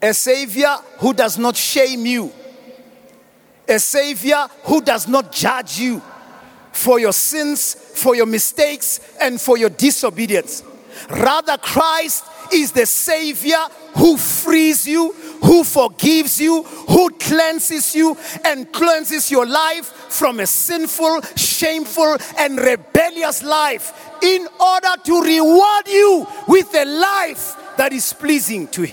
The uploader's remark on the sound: preached at the Annual Good Friday Celebration held at Orlando Stadium at the Youth Service on the 08th of April 2023